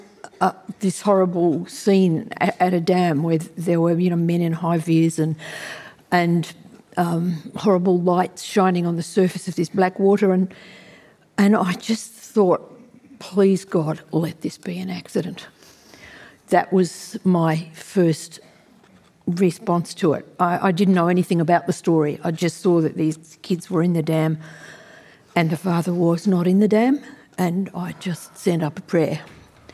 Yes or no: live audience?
yes